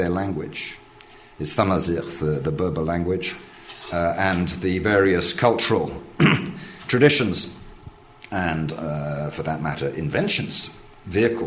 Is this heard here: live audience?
yes